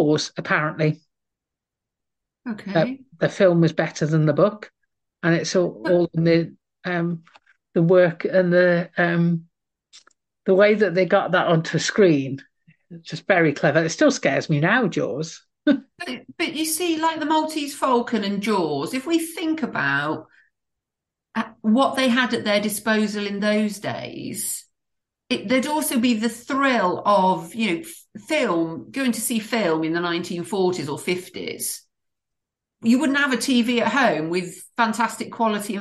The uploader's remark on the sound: managed to talk for long enough that Zoom kicked us off the meeting